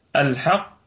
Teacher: الحق القاف، القاف مشددة فنقف عليها بالقلقلة الكبرى